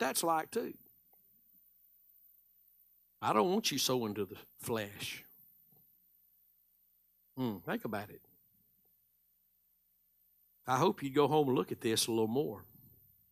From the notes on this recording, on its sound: Live Sunday Morning Service